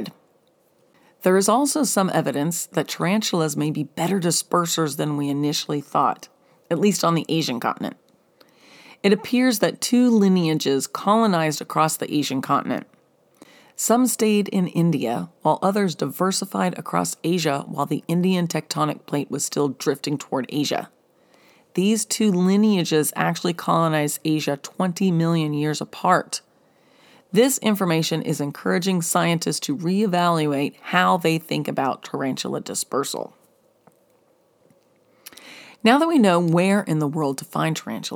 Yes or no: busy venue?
no